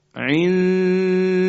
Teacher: ما نون رو مخفی میکنیم، میبریم در ابتدای مخرج دال، اما در این دو حرکتی که ما میخوایم انجام بدیم دال رو تلفظ نمی کنیم. ما در ابتدای مخرج دالیم، بعد از اینکه دو حرکتمون تموم شد دال تلفظ میشه.